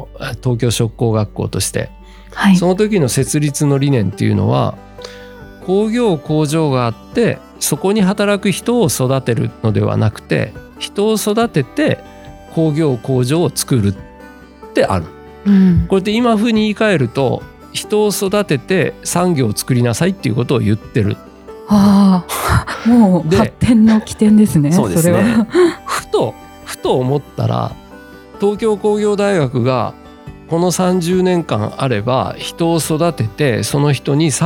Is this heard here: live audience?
no